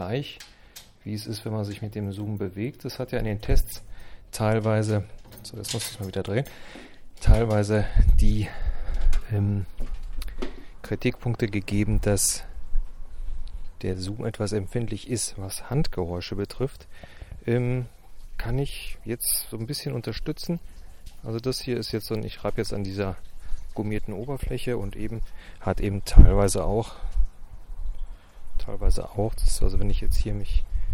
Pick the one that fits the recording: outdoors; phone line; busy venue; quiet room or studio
outdoors